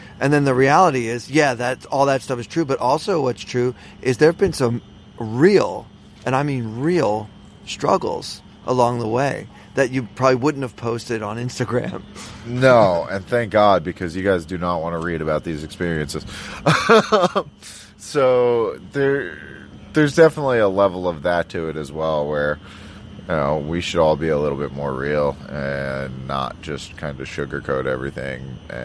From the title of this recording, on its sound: Live from the PSPC